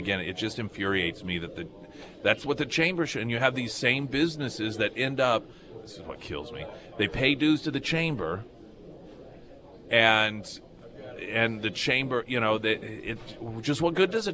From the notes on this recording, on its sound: Live at Scramblers Diner.